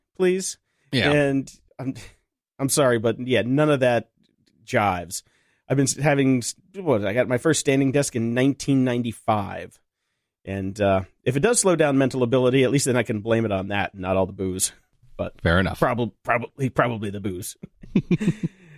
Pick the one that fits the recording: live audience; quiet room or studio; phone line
quiet room or studio